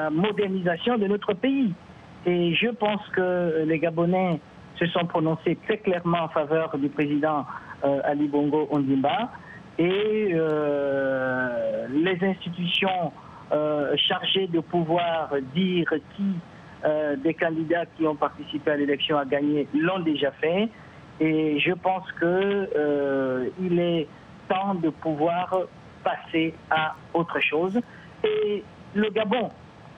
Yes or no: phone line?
yes